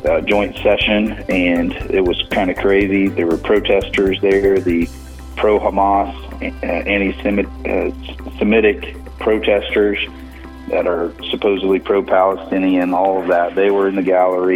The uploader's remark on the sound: is on the phone with us today